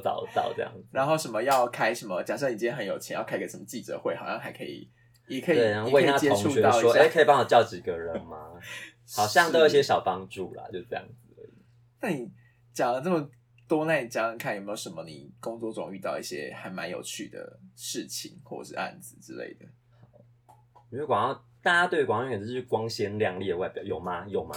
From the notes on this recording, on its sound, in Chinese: 這一集的錄音多了些環境音（附近的狗被激怒了XD）請大家見諒！